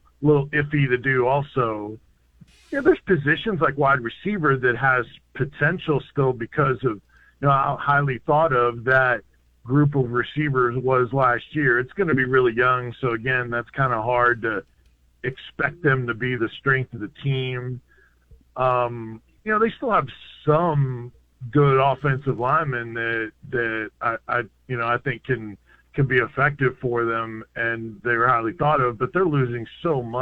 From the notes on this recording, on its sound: your phone calls